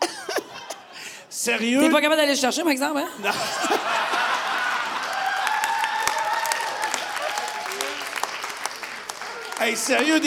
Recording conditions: live audience